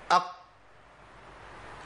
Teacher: هتلاقي اقصى لسان هو اللي ملتصق بسقف الحنك